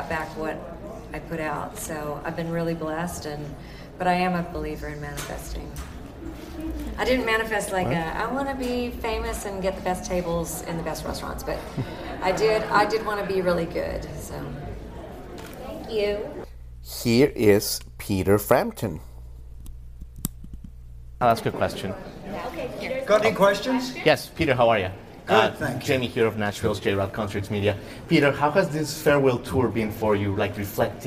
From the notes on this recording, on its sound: We take you inside the venue for the Press Conference.